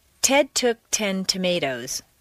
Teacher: When a T is at the top of a staircase in a stressed position, it should be a clear, popped sound. · Term: Top of the staircase